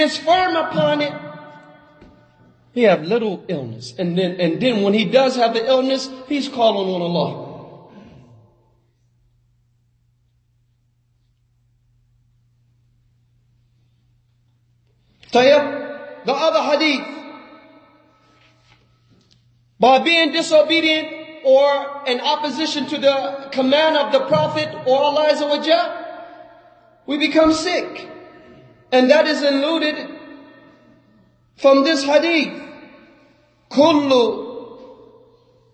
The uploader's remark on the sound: Lecture given at Masjid Nur Allah, Queens, NY.